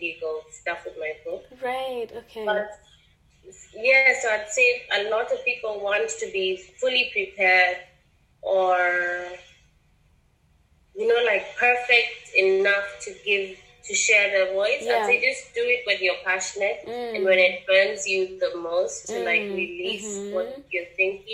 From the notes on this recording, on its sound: Apologies for the sound quality on this episode, please bare with us.